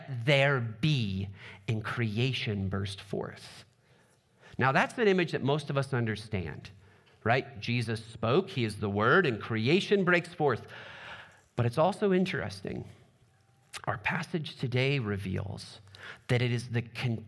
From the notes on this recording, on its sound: Trinity Anglican Church Littleton, CO